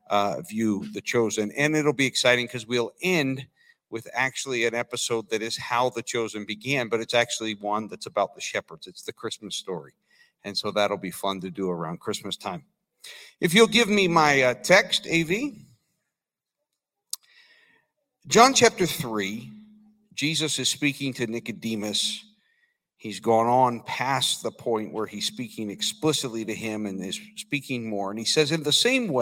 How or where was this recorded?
large echoing room